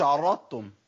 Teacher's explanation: ضغمت ضغم كامل، ابدلت الضاد بتاء. اقول عرضتم كده تاءين، هي عرضتم عرضتم عرضتم.